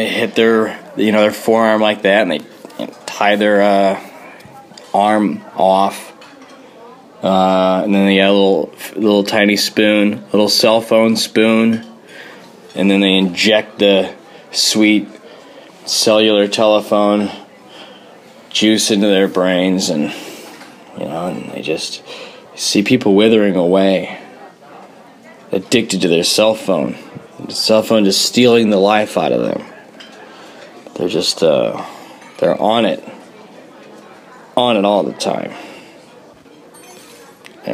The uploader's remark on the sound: A mysterious man tries to record a podcast in a restaurant.